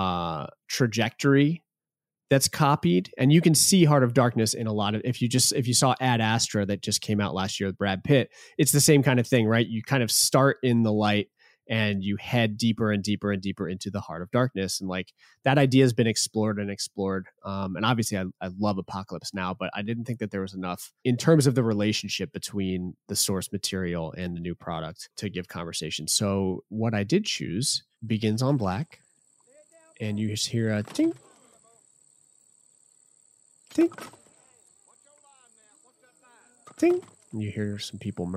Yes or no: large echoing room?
no